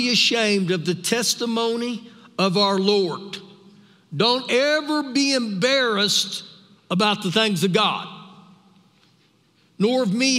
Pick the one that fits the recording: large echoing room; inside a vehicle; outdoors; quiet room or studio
large echoing room